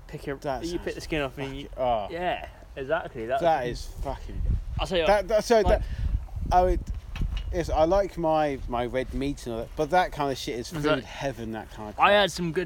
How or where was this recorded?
outdoors